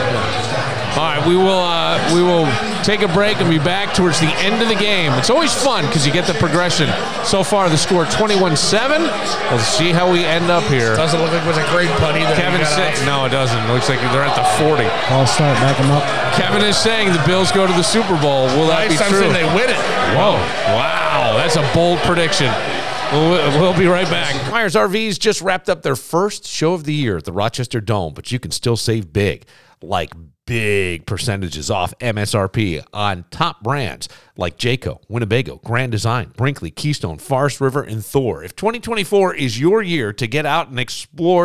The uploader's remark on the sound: This episode was recorded at BTB Wood Fired Pizza and Grill in the Mall at Greece Ridge. Pittsburgh Steelers game.